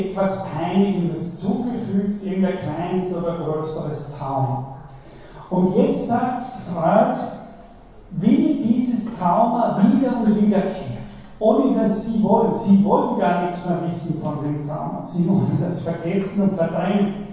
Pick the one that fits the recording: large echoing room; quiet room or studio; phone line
large echoing room